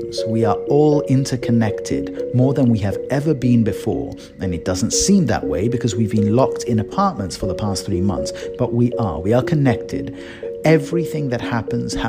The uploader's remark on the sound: Recorded on my phone while pacing around over creaky floorboards (apologies for the sound!).